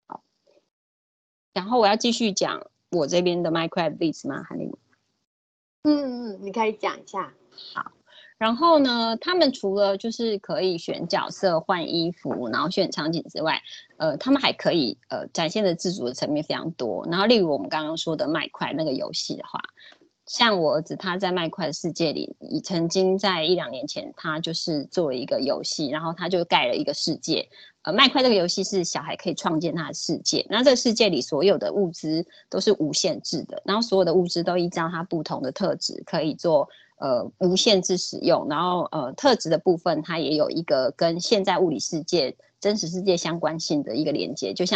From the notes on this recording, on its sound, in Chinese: 此為線上課程錄音檔